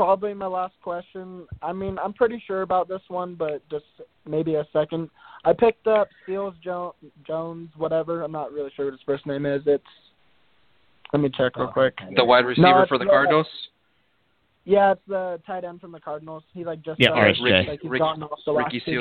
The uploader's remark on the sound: go live and take calls most of the show